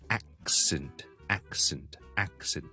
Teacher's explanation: K 音连埋 S 音一齐读，accent accentaccent。如果就咁读成 accent 咁就唔得，OK？一定要 K accentaccept。好，今日就讲